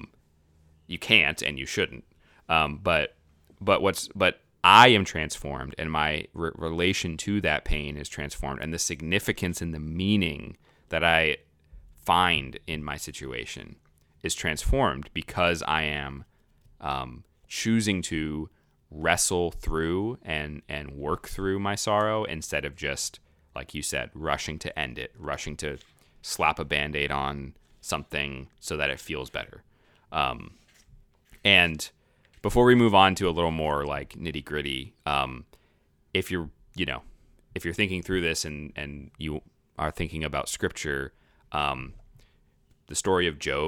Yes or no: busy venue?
no